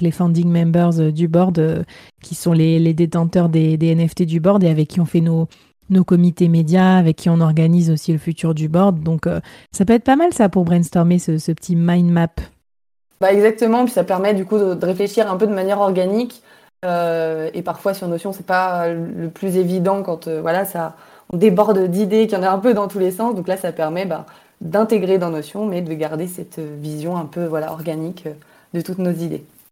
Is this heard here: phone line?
no